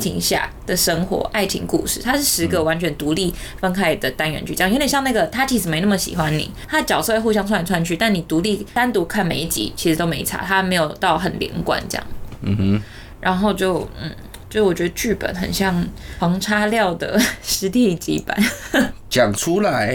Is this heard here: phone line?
no